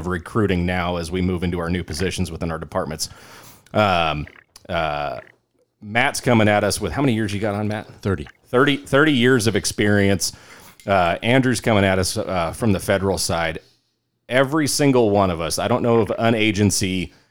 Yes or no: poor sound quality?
no